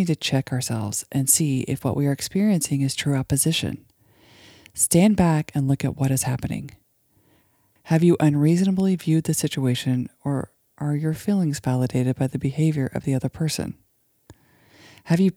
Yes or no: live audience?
no